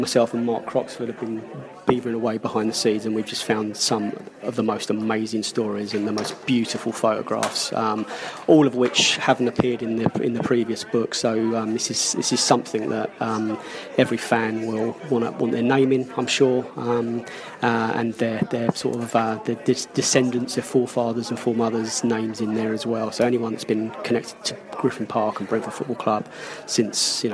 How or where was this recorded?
busy venue